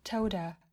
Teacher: lược bỏ không phát âm âm h. Told her, mình đọc là told her.